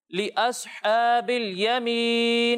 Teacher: صاد کو پر پڑھنا ہے، ہا کی ادائیگی واضح ہونی چاہیے، اور آخر میں مد ہو رہی ہے تو اسے ایک دو یا پھر تین الف کے برابر کھینچ کر پڑھیں.